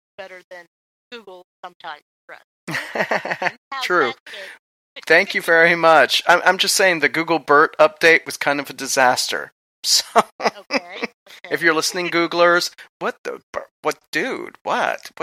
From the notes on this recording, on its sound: Haunted Salem Live. We had trouble connecting with our internet radio studio, so there will be uneven sounds and some audio hits throughout.